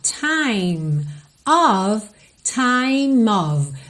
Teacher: Você liga o M no of, que é a preposição of, O-F, sempre vai ter pronúncia de O-V, ok?